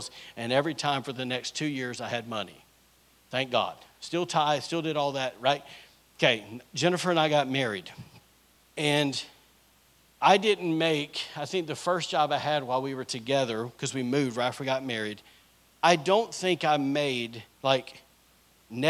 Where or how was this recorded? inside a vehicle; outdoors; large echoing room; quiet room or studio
large echoing room